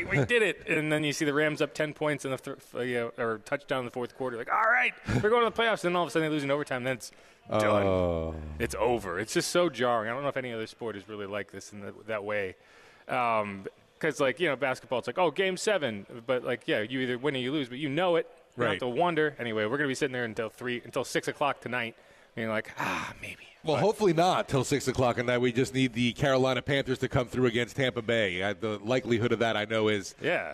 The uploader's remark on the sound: LIVE from the Dome.